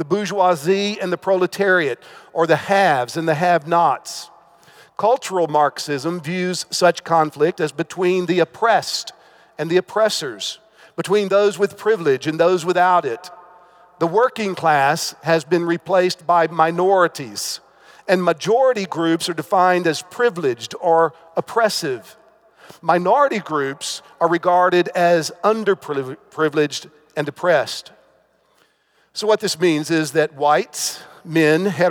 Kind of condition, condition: setting, live audience